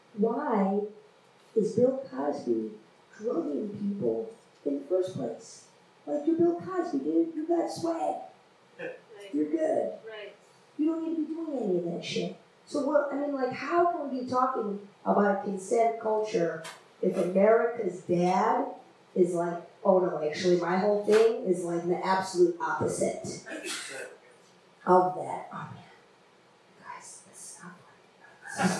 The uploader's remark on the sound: Took over hosting duties and recorded the show with her phone. The quality isn't great, we admit.